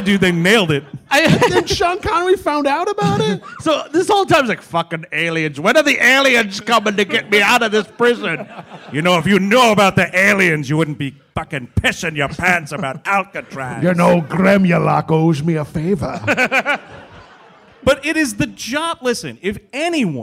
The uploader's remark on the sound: (Live in San Francisco). The gang is live from Cobb's in San Francisco.